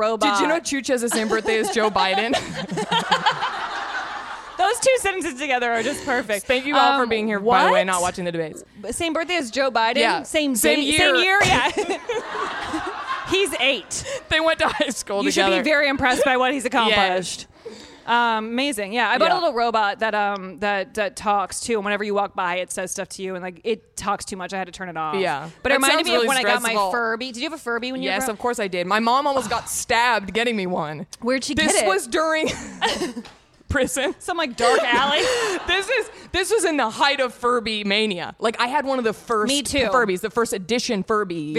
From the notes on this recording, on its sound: Natch Beaut Live at Orly Color Labs. Thank you to Orly Color Labs for hosting the Natch Beaut Live show.